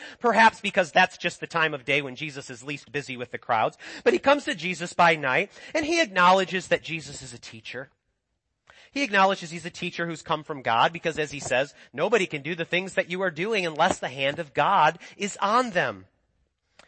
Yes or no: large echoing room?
yes